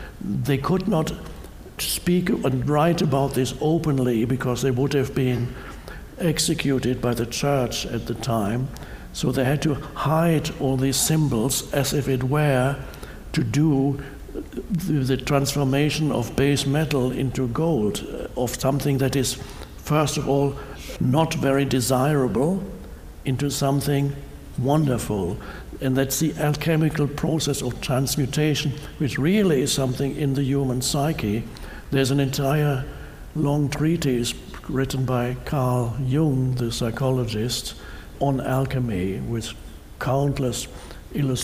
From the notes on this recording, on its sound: answers a variety of questions from a live audience